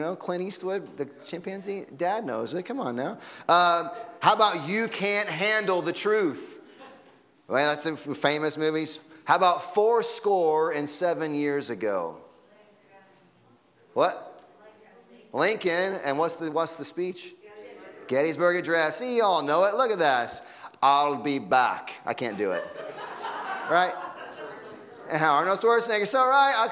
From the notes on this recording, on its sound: Sunday Morning Sermon Audio